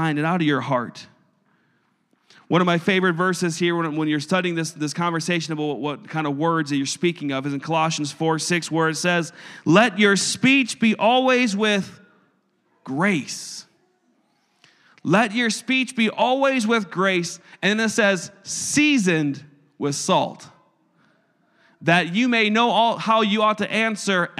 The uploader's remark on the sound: a service recording from Connect Point UPC